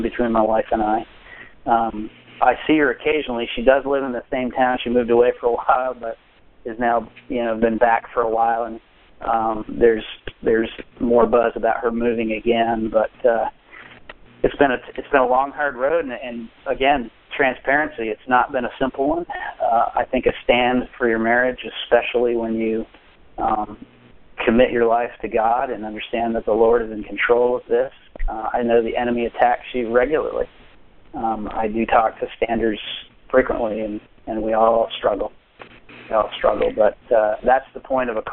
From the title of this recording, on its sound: June 22, 2017 Conference Call